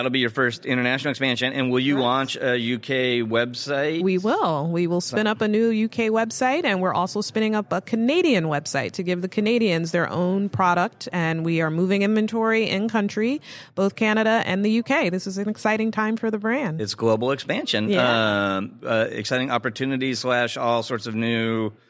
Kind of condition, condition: setting, busy venue